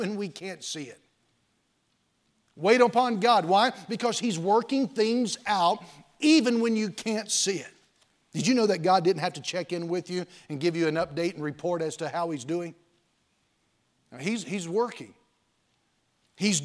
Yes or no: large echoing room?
yes